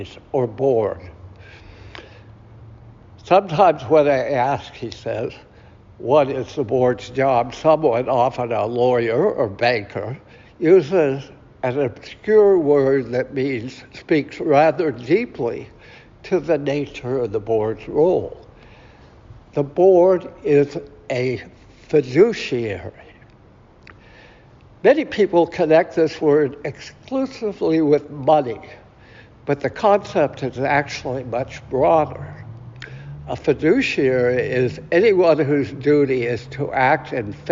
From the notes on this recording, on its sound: Recorded at Auckland Unitarian Church 7th May 2023.